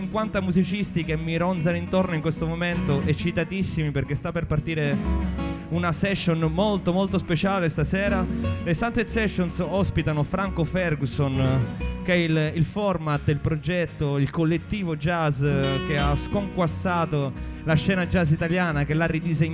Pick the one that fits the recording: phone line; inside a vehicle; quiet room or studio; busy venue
busy venue